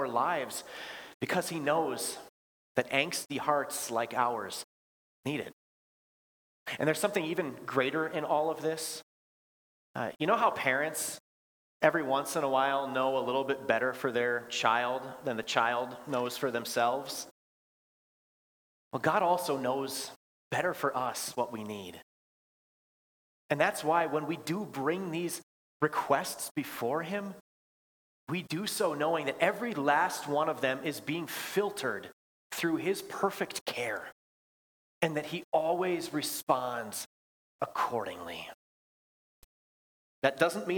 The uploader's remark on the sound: Bethany, Appleton, WI. Preached this sermon at Bethany's Thanksgiving Eve worship.